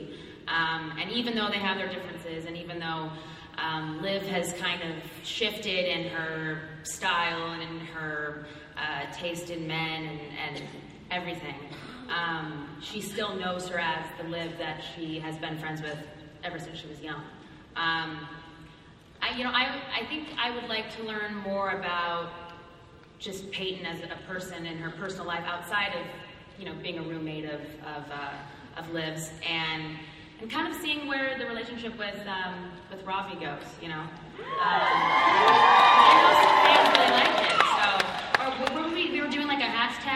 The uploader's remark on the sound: IZombie SDCC panel 2015. Take fan questions from their panel at SDCC 2015!